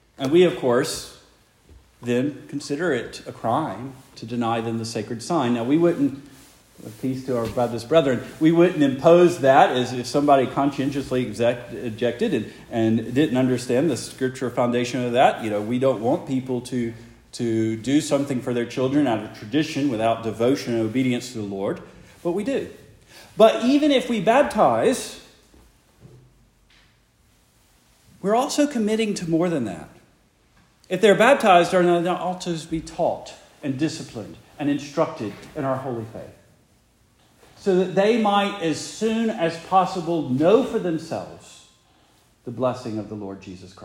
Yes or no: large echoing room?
yes